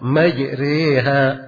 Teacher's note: Ra tadinya ditebalkan, tapi tak kala dia diimala tidak perlu lagi ditebalkan ra-nya. Jadi ditipiskan ra, dicondongkan ke huruf kasra, majriha. · Term: imala kubra